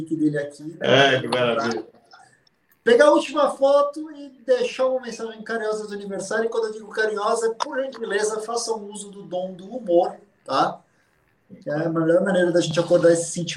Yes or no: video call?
yes